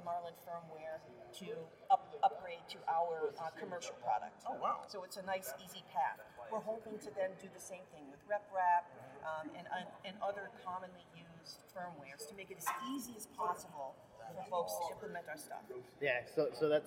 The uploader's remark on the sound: We're coming to you from Rapid+TCT 2023, the premier conference for additive manufacturing and 3D printing.